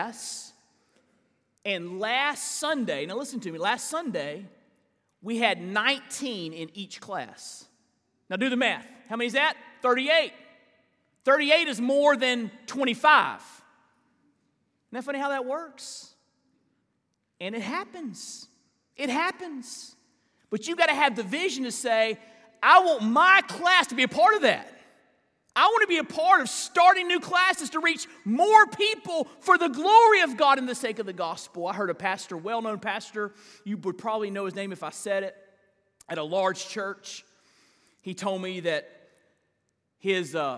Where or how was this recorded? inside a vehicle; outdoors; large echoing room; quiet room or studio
large echoing room